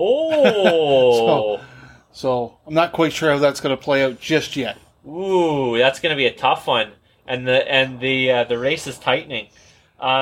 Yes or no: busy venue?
no